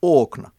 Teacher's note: Mutta jos siinä olisikin paino siinä alussa, niin se äänettäisi okna. Se kuulostaa erilaiselta.